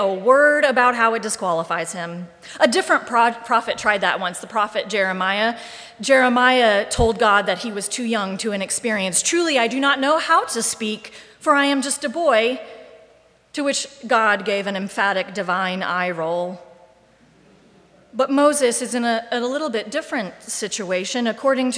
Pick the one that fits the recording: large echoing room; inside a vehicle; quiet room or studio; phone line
large echoing room